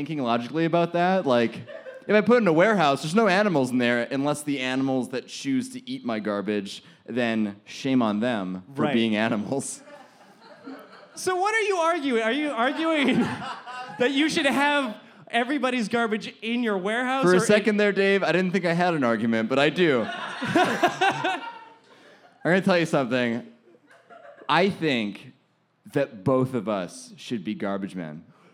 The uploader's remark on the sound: A very special episode recorded with a live audience at ThunderProv, a bi-weekly improv theatre show put on by the improv theatre company, Sorry Not Sorry.